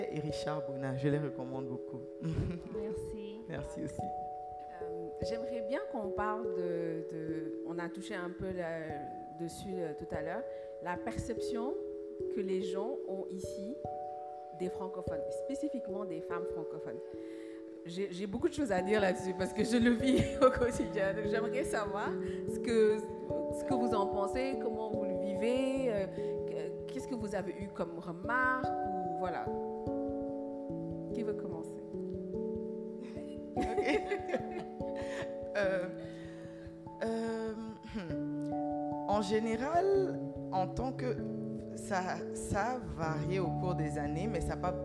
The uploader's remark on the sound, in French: A été enregistré en public à l'Alliance Française d'Accra.